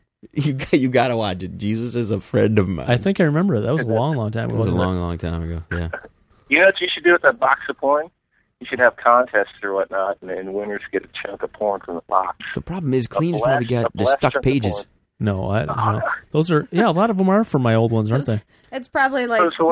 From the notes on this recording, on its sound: via the phones